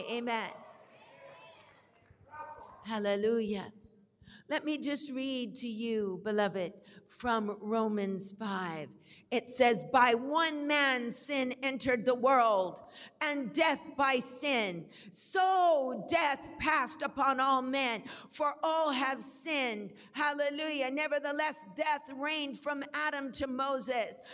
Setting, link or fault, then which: setting, large echoing room